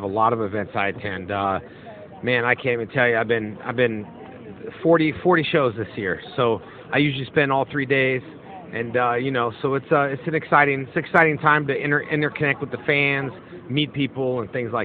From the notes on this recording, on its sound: This episode was recorded at Planet Comicon in Kansas City, MO.